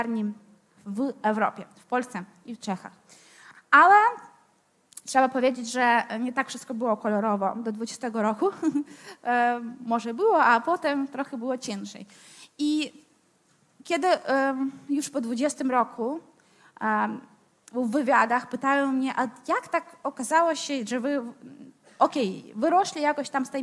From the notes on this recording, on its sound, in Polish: Odcinek jest nagraniem wystąpienia z Weekendu Kapitalizmu - trzech dni celebracji wolności, niezależności i dobrego biznesu; prelekcji, debat i pokazów filmowych. W 2023 roku widzieliśmy się 24-26 marca w warszawskim Teatrze Palladium.